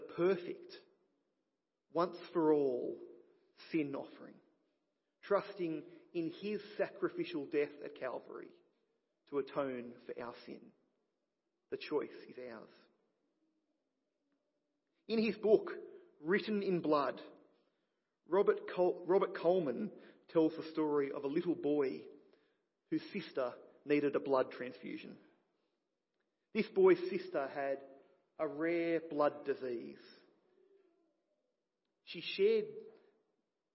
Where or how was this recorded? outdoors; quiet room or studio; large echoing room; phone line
large echoing room